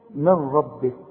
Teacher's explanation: النون بتخش في الراء ادغام كامل بدون غنة